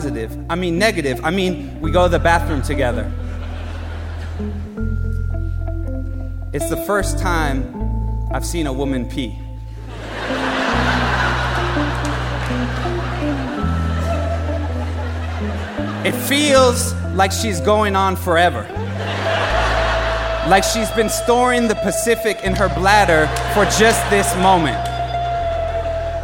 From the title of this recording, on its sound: Live at BAM